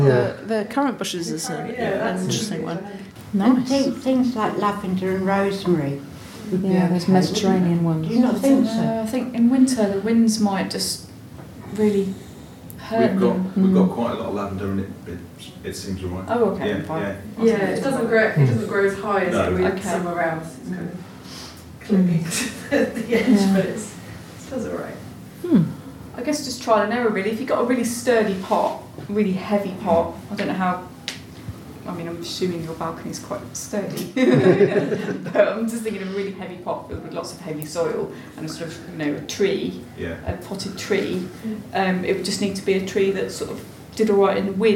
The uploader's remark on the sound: Seedy Sunday’s local gardeners question time. On the panel answering members of the publics questions.